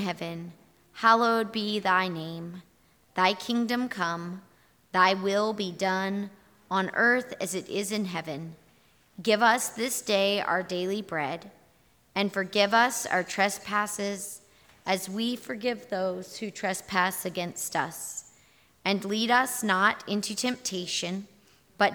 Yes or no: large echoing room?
yes